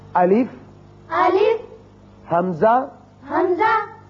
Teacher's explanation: الف اور حمزہ میں مخرج کے لحاظ سے کوئی فرق نہیں ہے، یہ جہاں سے ادا کیا جاتا ہے.